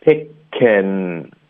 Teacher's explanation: 我们会把 king 发成 ken，结尾的 n 的音，我们后鼻音我们会变成一个顶舌尖的 n